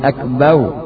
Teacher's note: Selanjutnya mengganti ra dengan waw. Akbar menjadi akbau. Akbau seperti orang yang lisannya tidak bisa mengucapkan ra, akan tetapi a, a.